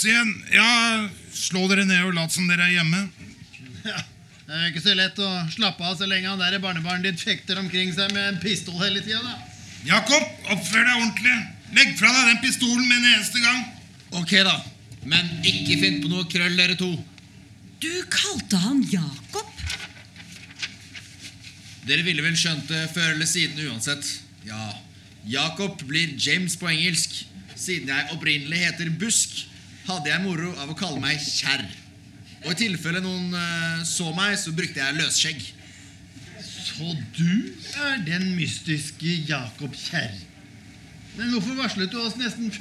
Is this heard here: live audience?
yes